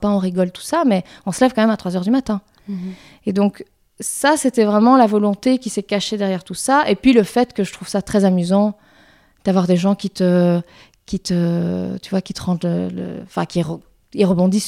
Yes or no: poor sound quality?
no